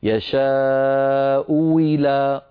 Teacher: أو واو مكسورة واو صريحة يعني نقولها هكذا يشاء إلى، أو وي واو مكسورة يشاء إلى صراط، هكذا رواها الإمام نافع رحمه الله تعالى.